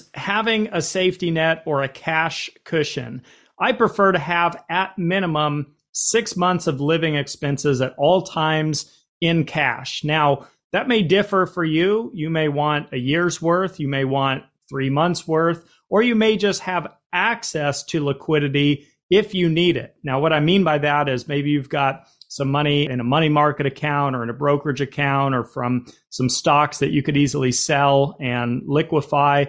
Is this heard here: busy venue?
no